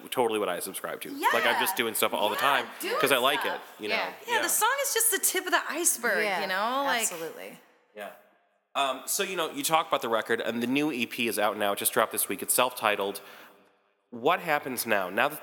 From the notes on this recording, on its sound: interview recorded backstage at Subterranean